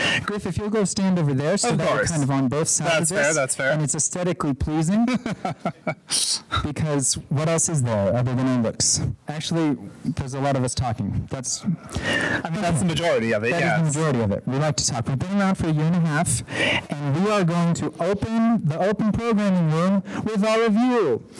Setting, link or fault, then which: fault, poor sound quality